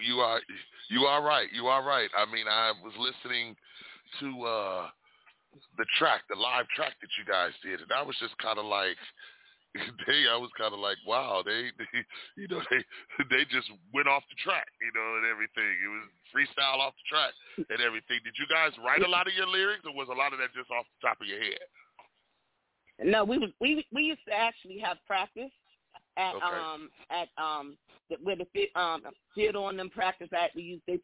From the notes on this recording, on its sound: We gonna have these ladies live on the phone.